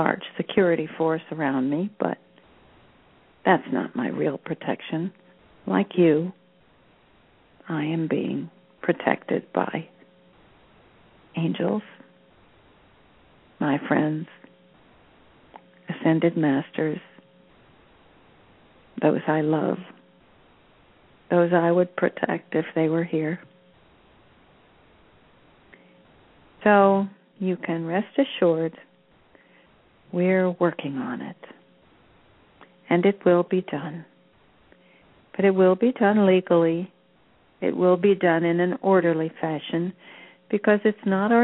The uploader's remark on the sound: personal responses to callers during the special call-in segment